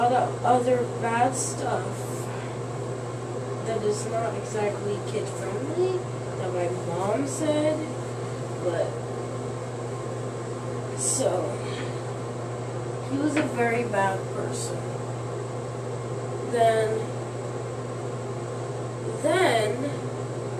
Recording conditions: sounds in the background